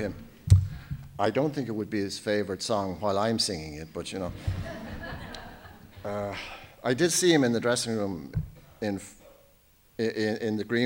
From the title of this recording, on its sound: Laureate For Irish Fiction Annual Lecture 2019